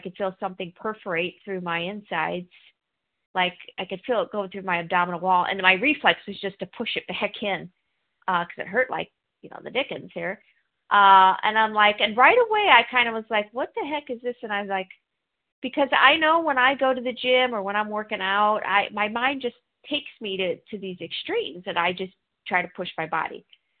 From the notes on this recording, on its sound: 100 Pounders Phone Meeting